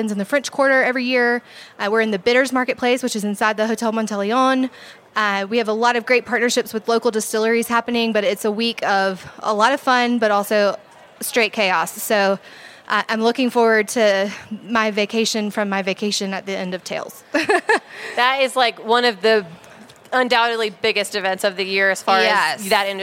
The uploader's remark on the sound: She stopped by the HRN tent at Slow Food Nations with her dog, Winston.